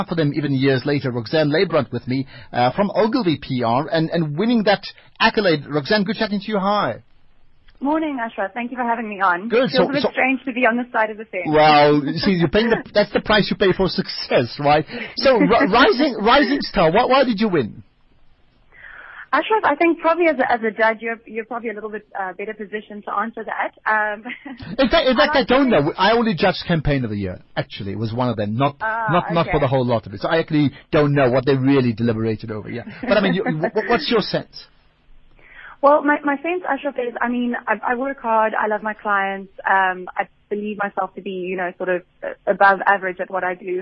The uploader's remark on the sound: GUEST (Phone)